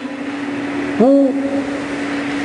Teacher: الشفتين يطلعوا لقدام ضمة